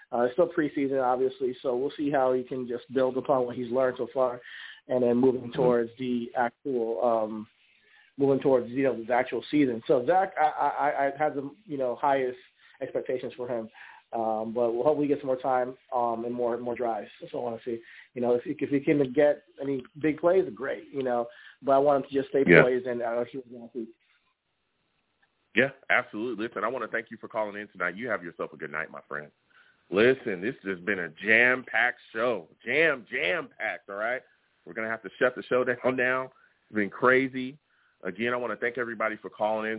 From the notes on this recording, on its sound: I take live callers as well!